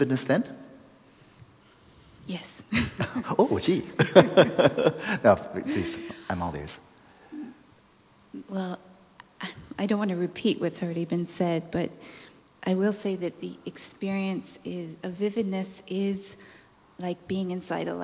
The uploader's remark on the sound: We passed the microphone around so there are a lot people giving their experience and asking their own questions this time.